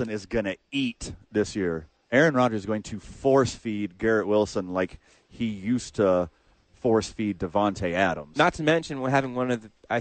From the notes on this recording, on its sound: live from ABQ AXE